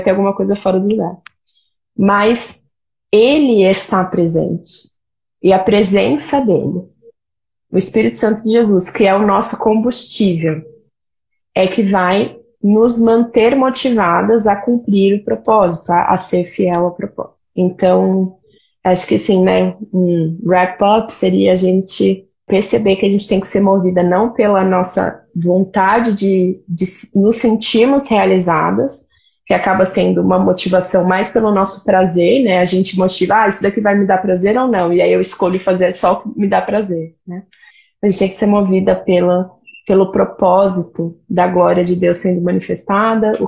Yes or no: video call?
yes